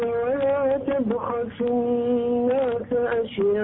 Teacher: كذلك المد في أشياءهم مدها أربع حركات